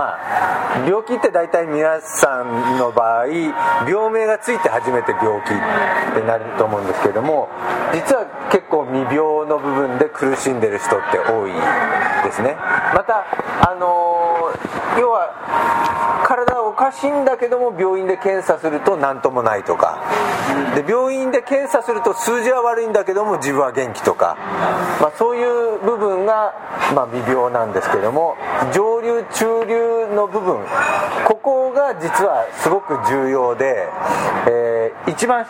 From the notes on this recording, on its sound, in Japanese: カルビ屋大福 柏の葉店にて収録。カルビ屋大福 柏の葉店にて収録。